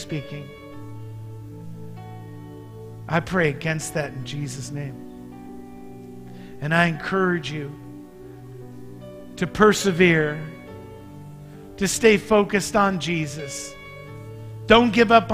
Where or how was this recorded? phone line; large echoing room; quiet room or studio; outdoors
large echoing room